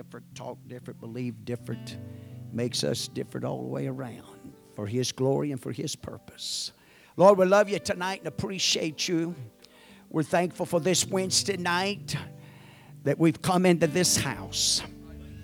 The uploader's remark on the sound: At the First Jesus Name Church of Benndale.